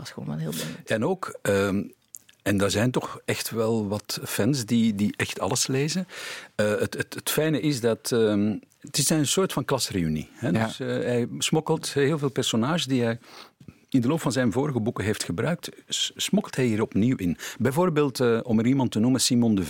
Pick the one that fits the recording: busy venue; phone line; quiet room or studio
quiet room or studio